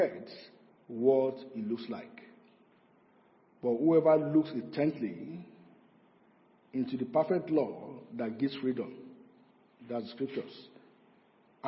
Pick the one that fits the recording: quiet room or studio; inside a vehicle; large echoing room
large echoing room